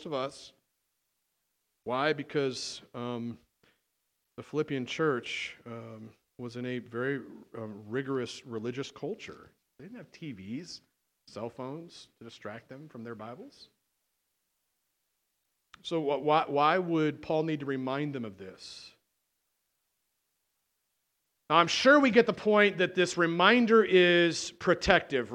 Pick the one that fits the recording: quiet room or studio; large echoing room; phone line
large echoing room